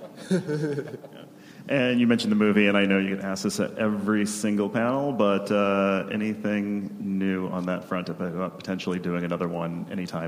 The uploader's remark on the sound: The Simpsons from ATX Television Festival.